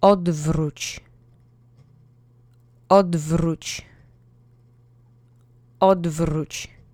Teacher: Try to roll the R if you can. The accent is on the first syllable.